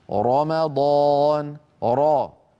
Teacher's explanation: الحالة، وقد وأذكركم بارك الله فيكم أني قلت إن موجب التفخيم الفتحة والضمة. إذن الحالة الأولى من حالات تفخيم الراء أن تكون الراء كما نرى على اللوحة مفتوحة نحو الراء من رمضان